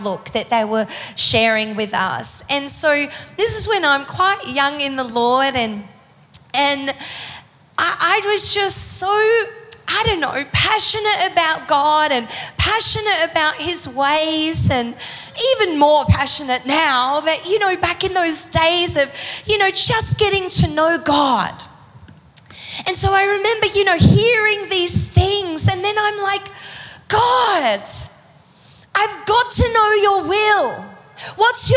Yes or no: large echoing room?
yes